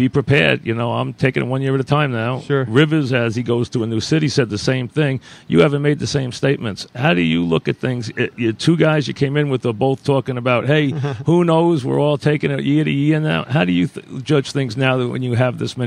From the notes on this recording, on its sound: live from Giants camp